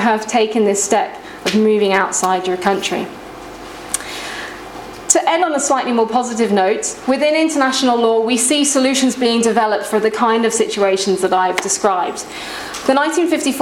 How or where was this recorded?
live audience